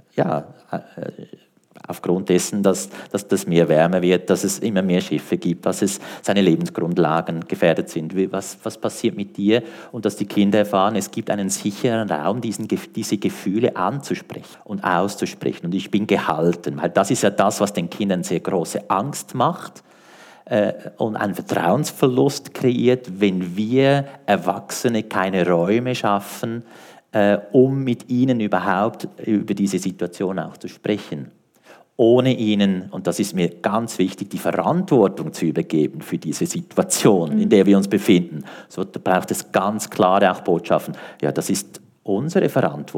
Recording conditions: live audience